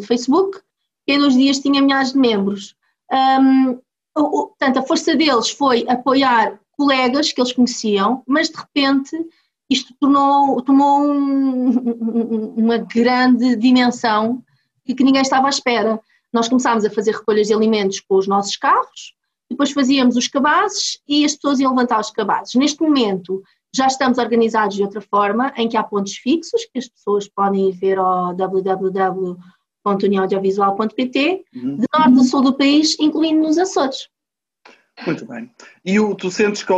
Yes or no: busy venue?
no